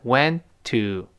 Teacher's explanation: 那么 went to 这两个放在一块儿 went 那么当然那个 t 就没有了。因为 went 是个爆破音，后面 to 又是辅音开头的。